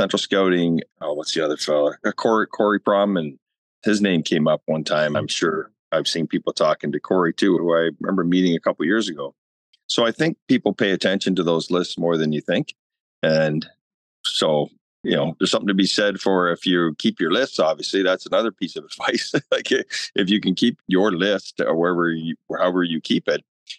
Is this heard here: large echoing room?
no